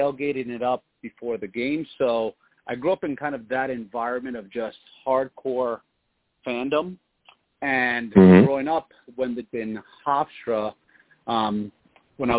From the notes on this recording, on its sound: I take live callers as well!